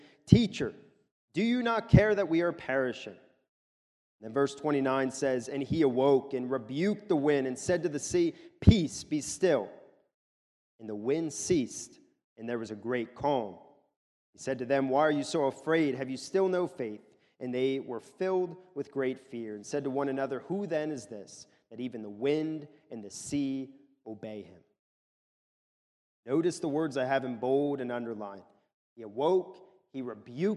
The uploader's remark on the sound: This is a sermon recorded at the Lebanon Bible Fellowship Church in Lebanon, PA during the evening service on 8/6/2023